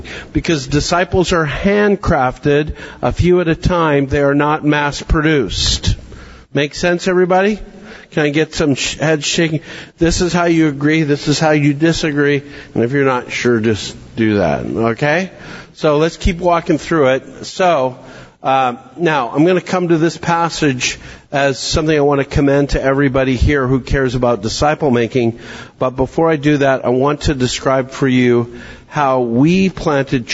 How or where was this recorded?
large echoing room